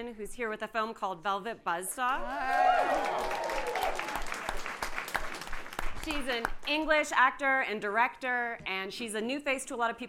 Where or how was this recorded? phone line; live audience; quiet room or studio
live audience